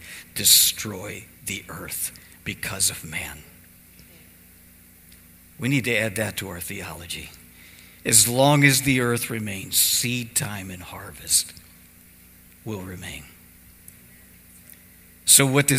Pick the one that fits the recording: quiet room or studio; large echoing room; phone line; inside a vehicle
large echoing room